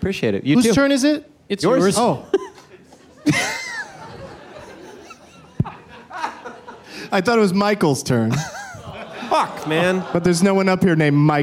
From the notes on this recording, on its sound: Live from the Traverse City Film Festival